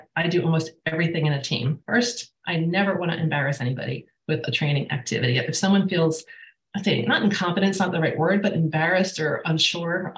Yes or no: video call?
yes